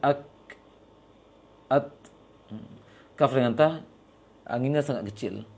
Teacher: Kaf dengan ta, anginnya sangat kecil